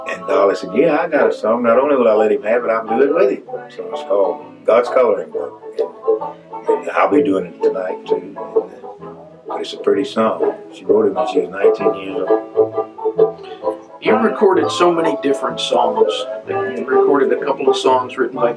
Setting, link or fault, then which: fault, poor sound quality